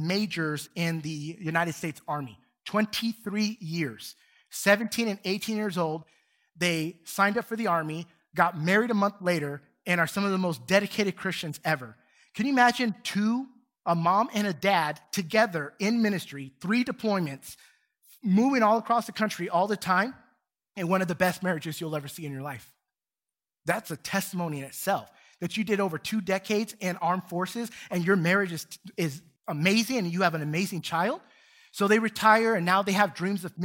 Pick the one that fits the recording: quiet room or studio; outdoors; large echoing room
large echoing room